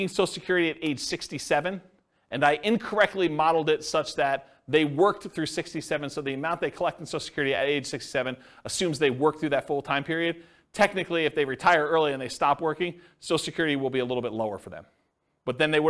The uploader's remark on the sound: This was a live class recorded